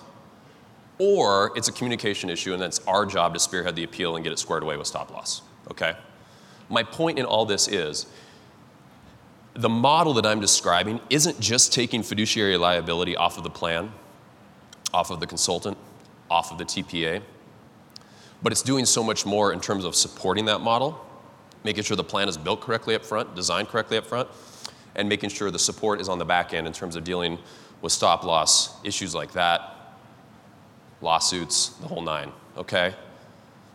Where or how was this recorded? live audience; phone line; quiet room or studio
live audience